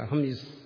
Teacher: അത് മീ അല്ല, എന്നാ യകാരമാണ്, എന്നാ അനുനാസികമാണ്